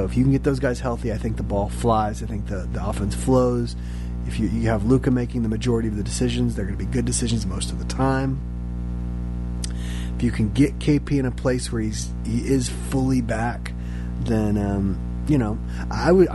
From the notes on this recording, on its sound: apologies for the background "hum"